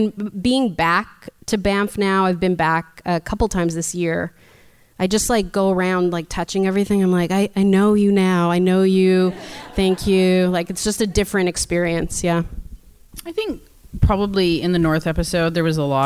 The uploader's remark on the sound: Bonus from Toronto Live show. The Q&A from our live show at the Hotdocs Podcast Festival in November 2018.